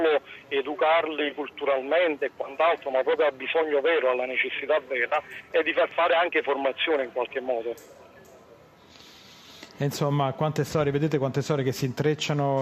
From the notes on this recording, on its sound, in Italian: In diretta da Expo 2015.